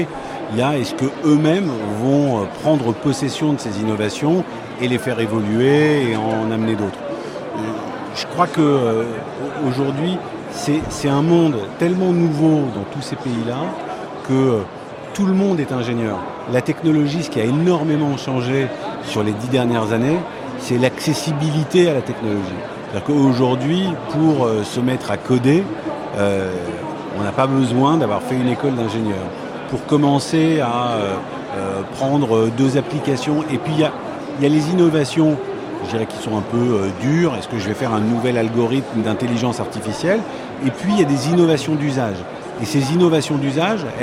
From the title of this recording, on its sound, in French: en direct de Viva Tech